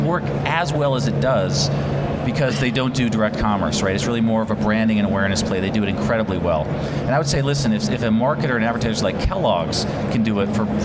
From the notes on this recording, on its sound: live from the NAB show 2017 Advanced Advertising Pavilion